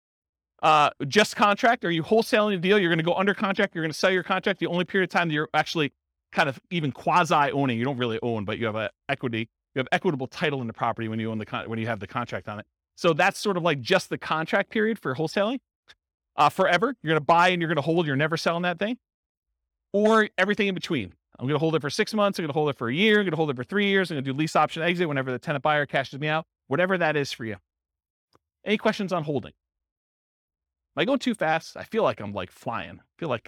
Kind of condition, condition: setting, live audience